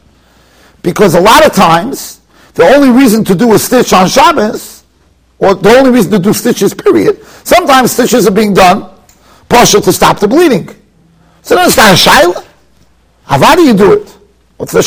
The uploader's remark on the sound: Shiur recorded in Yeshivas Ohr Reuven, Monsey, NY.